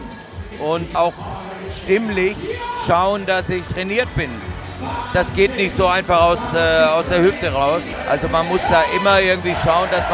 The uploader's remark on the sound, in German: Live vom Wachauer Volksfest 2023.